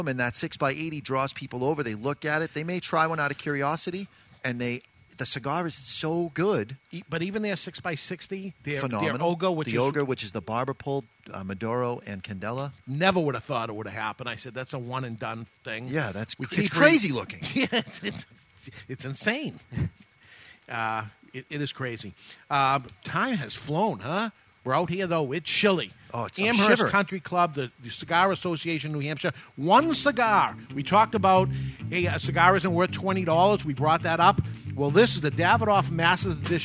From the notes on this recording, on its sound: Live from the CANH Golf Tournament (Cigar Association of NH)